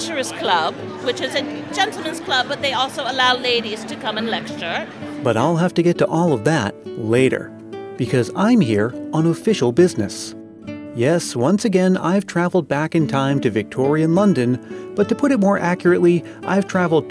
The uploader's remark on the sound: Live Show — The Great Dickens Christmas Fair. It's Christmas Past's first live show! Recorded outside the Great Dickens Christmas Fair in San Francisco. This is the first time the Dickens Fair has hosted a live podcast recording. Enticing aromas of roasted chestnuts and hearty foods fill the air.